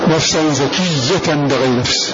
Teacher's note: فمن غير مد مع تشديد الياء